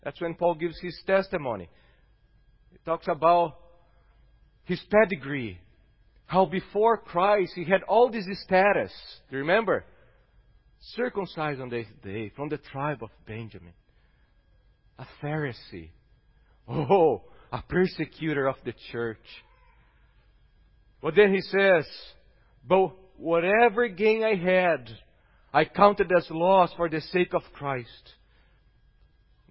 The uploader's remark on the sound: at Gracious Cross Reformed Church Salem